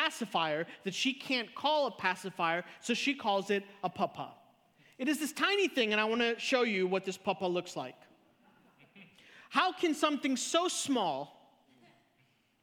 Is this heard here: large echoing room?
yes